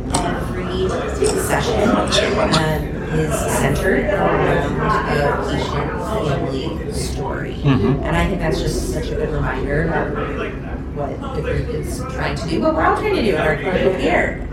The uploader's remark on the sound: Live from the Nec Symposium - Interviews, updates, and insights from the conference. Amidst the infectious energy of a live conference. We've pitched our recording setup just outside the Exhibitor Hall, soaking in the conference's electric atmosphere and connecting with passionate attendees.